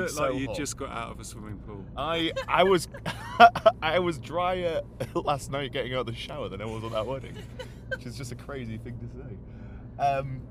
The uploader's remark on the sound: Teacher Talk - In a Car. Teachers car sharing a ride to and from school each day and recording their chats as they put the world to rights.